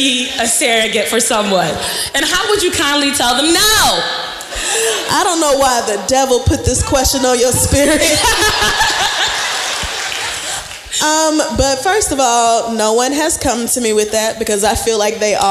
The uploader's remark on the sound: Live from Baltimore